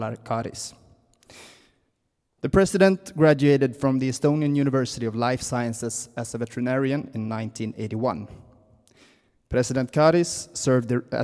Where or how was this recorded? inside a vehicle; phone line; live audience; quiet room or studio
live audience